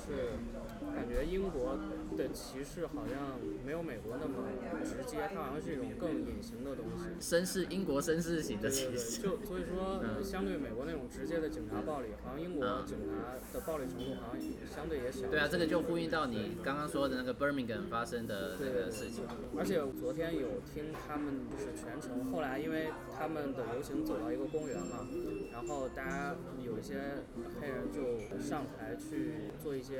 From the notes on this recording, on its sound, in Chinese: 直衝現場讓大家親耳體驗現場抗議的情形。搭配英國下午茶的氣氛。